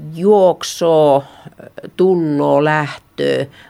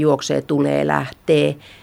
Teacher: Ne O- ja Ö-vokaalit sieltä, savolaiset vokaalivariantit ovat myös väistymässä ihan selvästi. · Shown in: first take